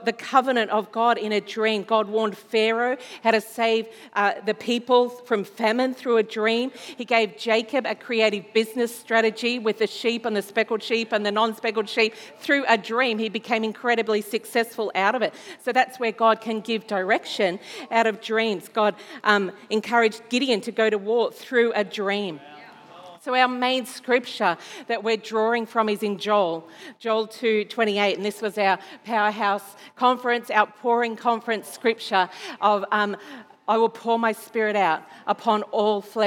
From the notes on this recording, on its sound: This was recorded in our 9am service on the 17th of October, 2021